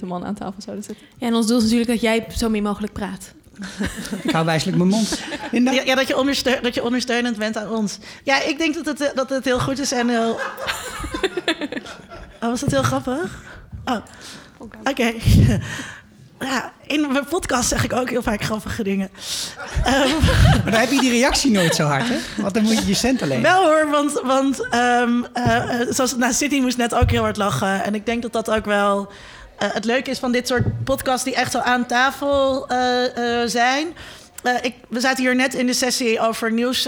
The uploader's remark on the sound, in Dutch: Opgenomen op het podcastfestival '18